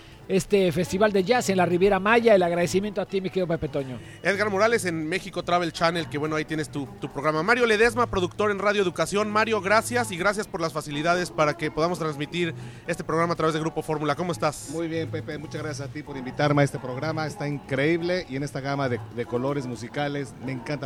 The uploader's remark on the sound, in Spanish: Tertulia radiofónica en el 17º Festival Internacional de Jazz de la Riviera Maya. Transmitido el domingo 1 de diciembre de 2019 desde el Festival de Jazz de Riviera Maya.